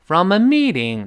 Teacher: week aweekend。我喜欢呢，哎，我这这个这个这个在周末的时候呢，离开伦敦到外地去过周末，就说明这伦敦呢平时还不好离开，平时就在这上班啊，走不了啊，到周末才能脱身，才能离开。叫 getaway，叫脱身离开，从某个地方脱身，后面注意加介词 from。注意这个搭配里面读的最重的是 away，所以我们读成 get awayfrom，getaway。away 读高一些啊，再回到文中，I just couldn't get away from ameeting。那么从哪儿脱身呢？ From from 弱读跟 a 连读，from 读的比较低沉啊。From ameeting，这个 meeting 又是核心信息了。那单单词单位有但这个单位啊，单位有会呀。From ameeting，那个 me 读高一些，就是长